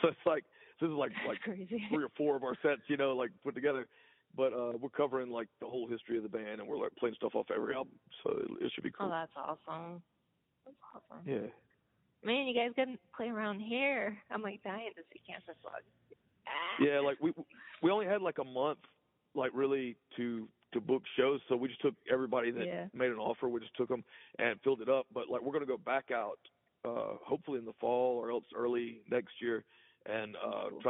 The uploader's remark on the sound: Answered the Groovy Ghoul podcast phone call.